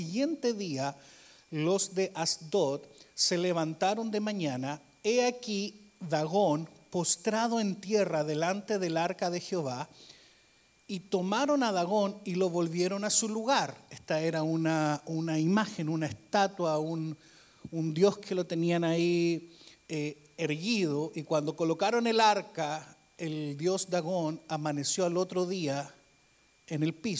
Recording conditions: large echoing room